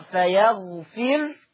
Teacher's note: طيب في الآية 284 عندنا فيغفر، حفص عن عاصم يقرأ بضم الراء، أما ورش عن نافع فيقرأ فيغفر، ها، بسكون الراء، فلما تبقى الراء ساكنة وما قبلها مكسور فتبقى مرققة